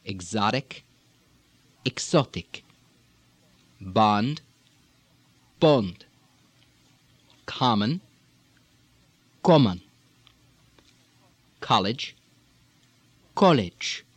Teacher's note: Short O's in this Slavic accent are likely to migrate closer to a long O, at least the first part of a long O